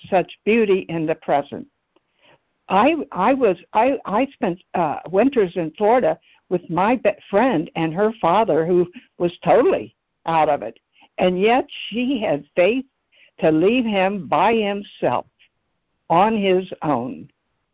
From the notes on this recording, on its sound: ACIM Daily Conference Call.